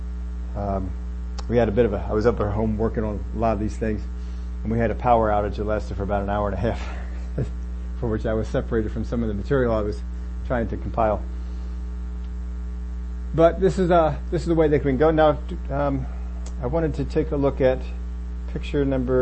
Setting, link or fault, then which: fault, hum or buzz